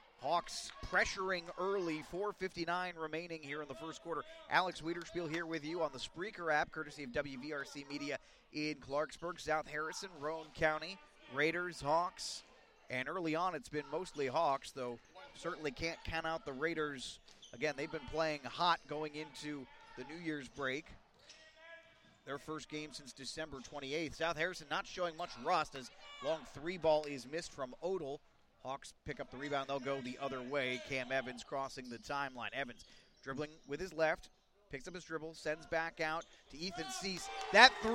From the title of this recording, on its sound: BASKETBALL LIVE